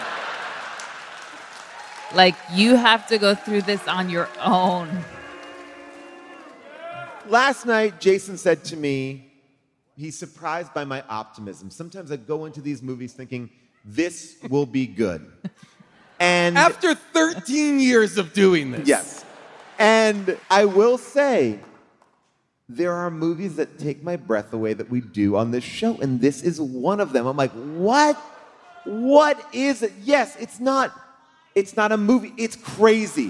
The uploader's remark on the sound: The HDTGM crew are LIVE from the Beacon Theatre in New York.